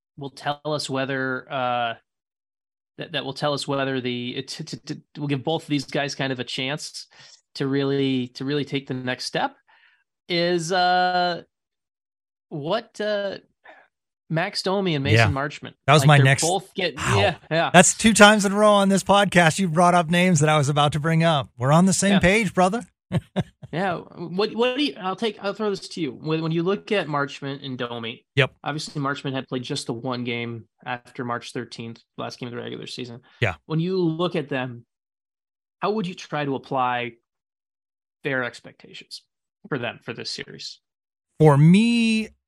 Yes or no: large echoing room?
no